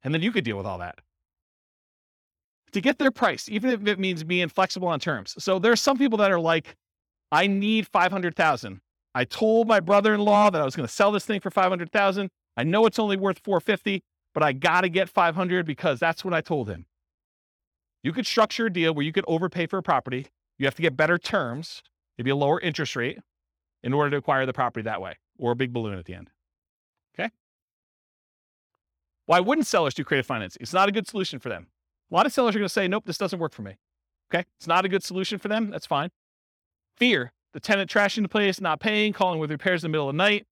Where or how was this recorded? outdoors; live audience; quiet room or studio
live audience